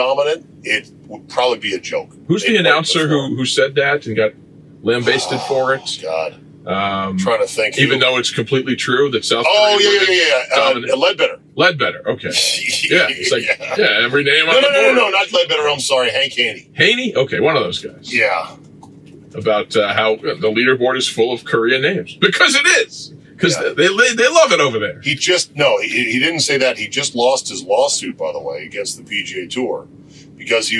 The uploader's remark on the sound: In the van. The Rodecast recorder crashed and lost power. Sub-optimal camera audio exists and was saved!